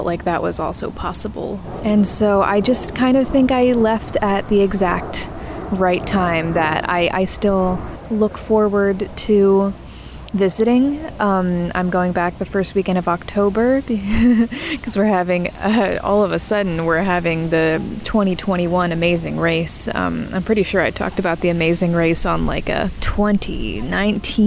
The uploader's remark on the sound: Practically an audio diary entry made from Prospect Park